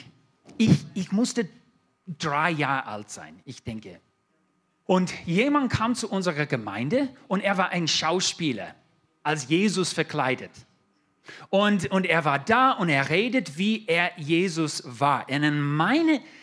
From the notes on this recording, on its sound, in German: 2022 in der Gemeinde Kaleo Schopfheim aufgenommen.